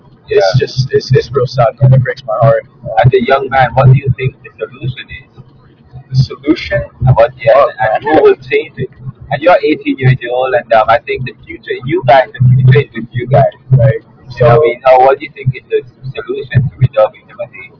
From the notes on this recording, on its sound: We included some of his work, videos, the music he's worked on, and sounds to provide background to the episode which was done in audio while traveling in a vehicle.